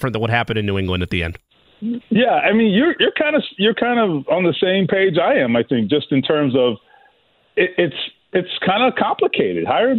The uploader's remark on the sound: having listeners call into the show